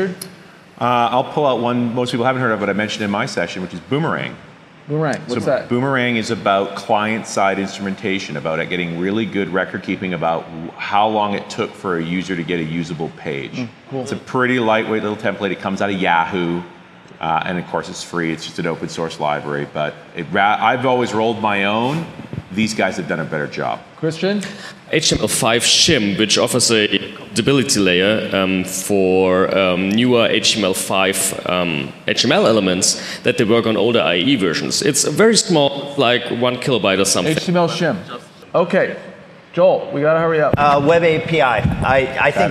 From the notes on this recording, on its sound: A panel discussion at DevConnections in Las Vegas. Handles questions from the audience.